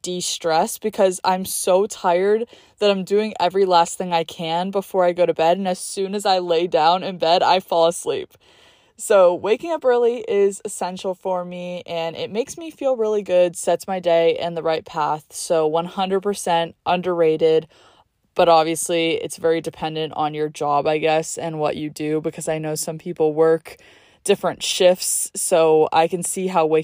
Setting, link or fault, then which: setting, inside a vehicle